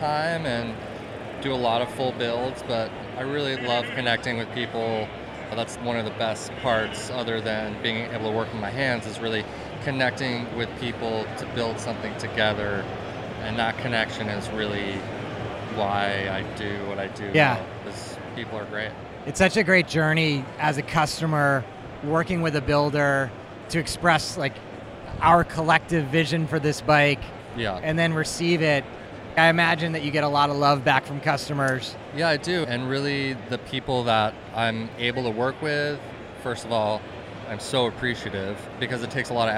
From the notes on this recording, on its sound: Made Handmade Bike Show. Here at the Maid show.